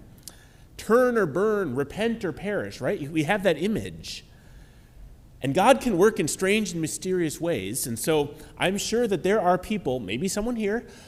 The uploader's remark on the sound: Here is the sermon from our ecumenical midweek Lenten service on March 22, 2023. This service was at Grand Avenue United Methodist Church in Port Washington.